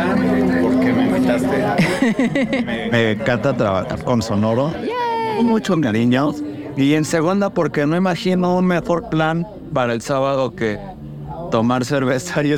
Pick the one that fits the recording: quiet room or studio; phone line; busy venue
busy venue